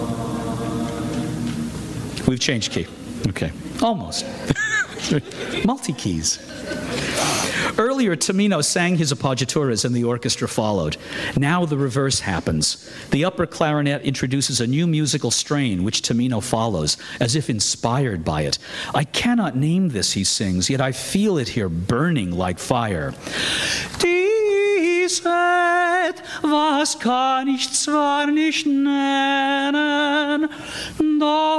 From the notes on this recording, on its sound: Recording of a lecture. As part of the Formal Lecture Series.